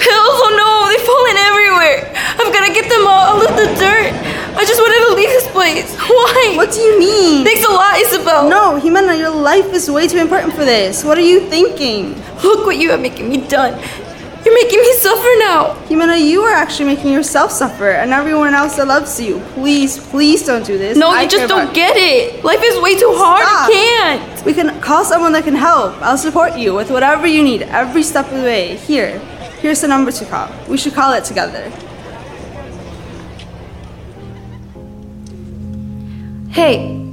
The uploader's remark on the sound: "Purple" was recorded live at the Phipps Center for the Arts in Hudson, Wisconsin. The performance included the audience participating as the crowd at a soccer game and middle school students creating the sound effects.